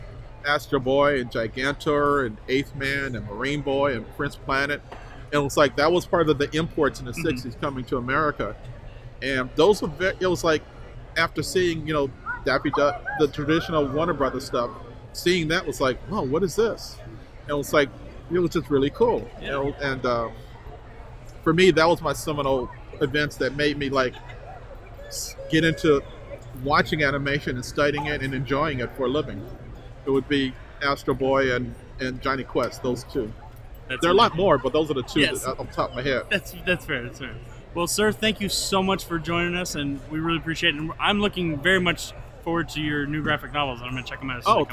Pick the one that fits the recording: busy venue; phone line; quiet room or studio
busy venue